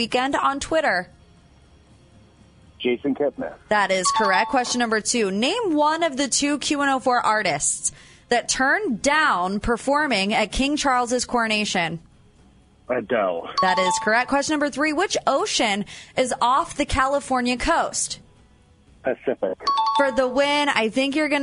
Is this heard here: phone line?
yes